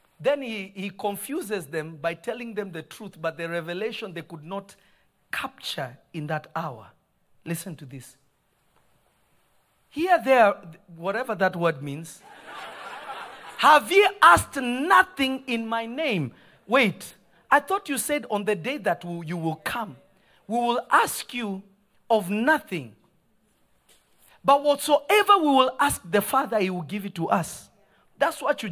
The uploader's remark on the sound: This episode was recorded on Jun 15, 2023 at Prophetic Service at Revelation Church in Simi Valley.